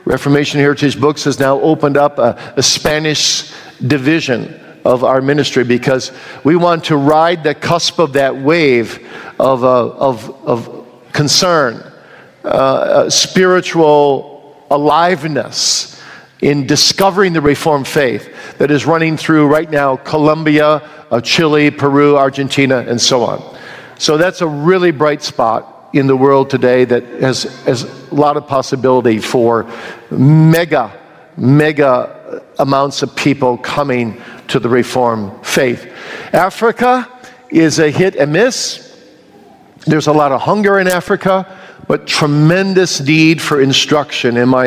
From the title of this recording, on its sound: Q & A from the 2022 Boise Reformation Conference